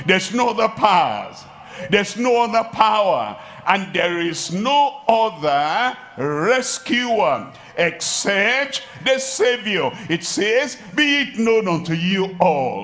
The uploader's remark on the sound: live at Ogbomosho, Nigeria